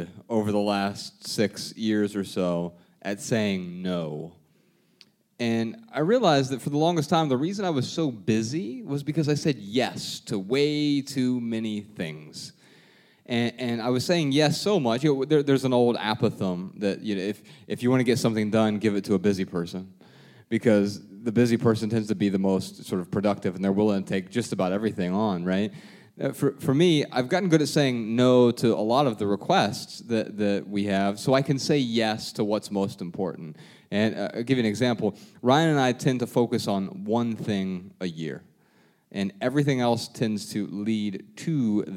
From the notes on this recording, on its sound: Answer questions in front of a sold-out crowd in Miami.